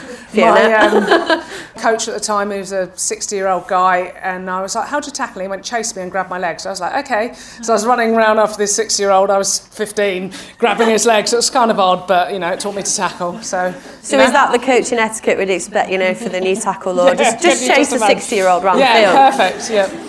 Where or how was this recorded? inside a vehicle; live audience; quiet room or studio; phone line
live audience